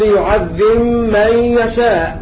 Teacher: الإشمام يتعذر حيث إن الميم والباء تخرج من بين الشفتين